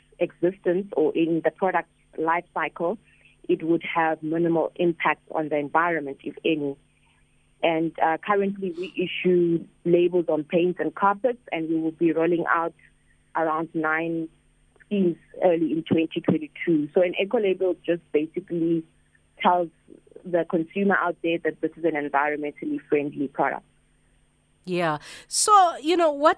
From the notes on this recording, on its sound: we are joined on the line